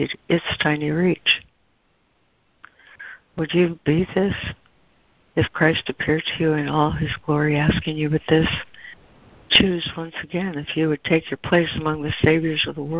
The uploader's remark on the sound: ACIM Daily Conference Call.